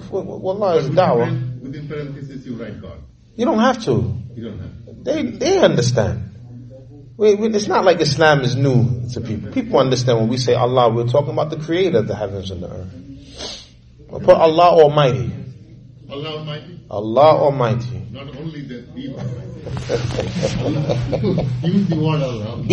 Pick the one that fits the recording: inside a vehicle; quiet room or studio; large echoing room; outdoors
large echoing room